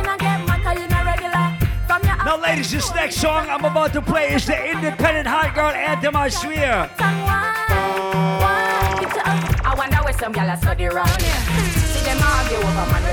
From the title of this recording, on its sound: LIVE AT ISLAND SATURDAYS ON DEC 7TH